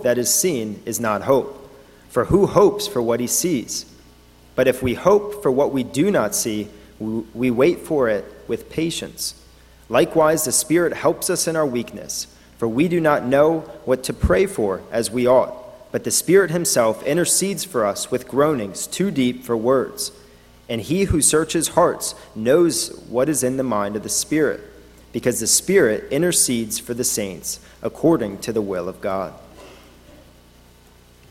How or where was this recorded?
large echoing room